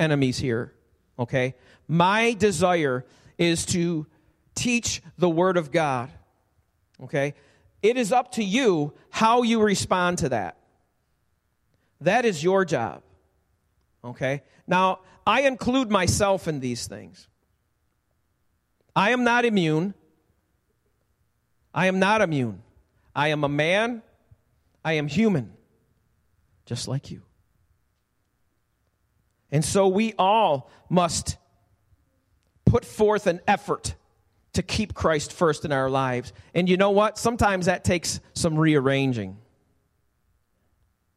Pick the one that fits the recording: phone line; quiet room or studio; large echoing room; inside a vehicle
large echoing room